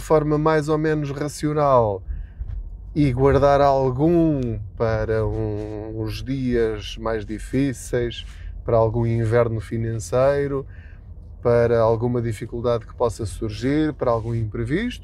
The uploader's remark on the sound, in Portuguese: Não ligue aos barulhos da viagem.